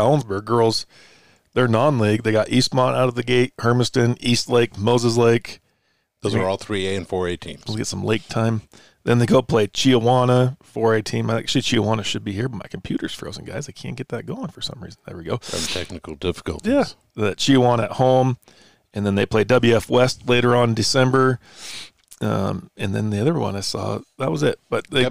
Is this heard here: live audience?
no